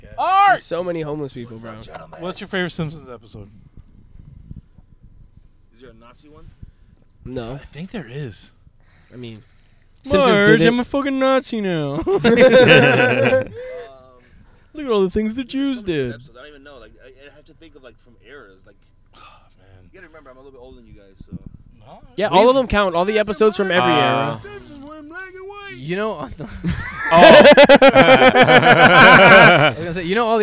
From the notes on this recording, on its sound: We are in the car. Recorded at Thank You Miami.